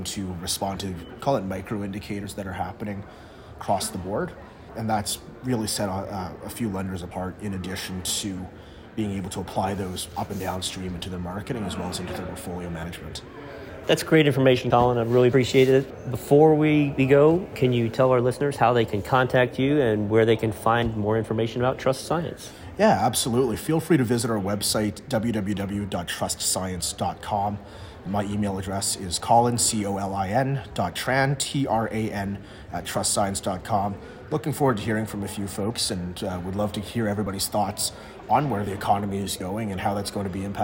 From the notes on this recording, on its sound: talking this time from the Used Car Week conferences in Scottsdale, Ariz.